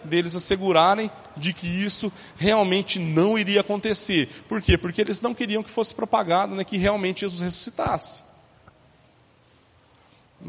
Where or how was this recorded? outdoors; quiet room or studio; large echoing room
large echoing room